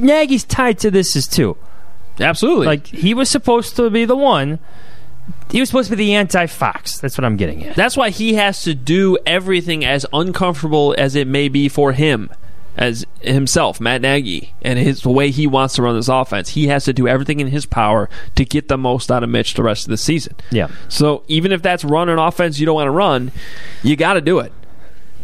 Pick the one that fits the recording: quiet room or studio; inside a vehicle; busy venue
busy venue